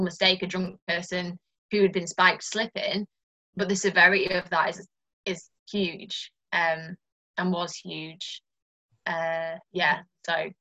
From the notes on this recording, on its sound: over Zoom as she tells me her story